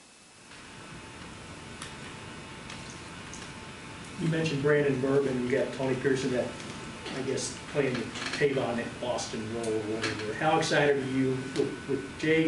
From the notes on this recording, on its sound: Press Conferences & Post-Game Interviews.